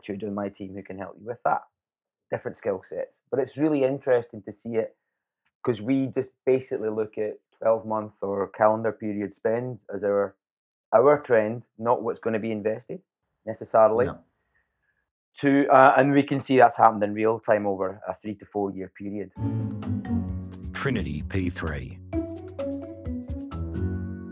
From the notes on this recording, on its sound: Recorded on RiversideFM and edited, mixed and managed by JML Audio.